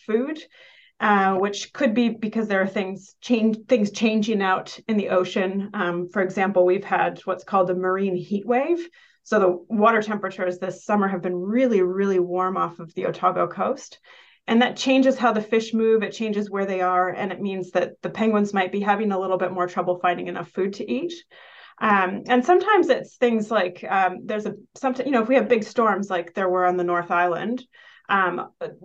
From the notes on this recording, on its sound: Listen to a recording of the first of two live Q&A sessions from the LEARNZ online field trip